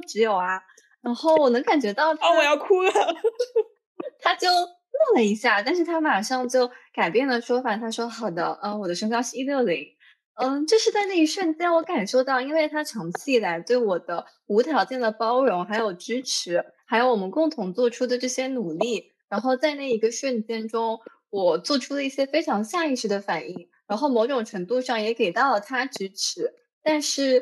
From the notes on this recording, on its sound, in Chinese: 本次播客是线上录制，音质较差，敬请谅解。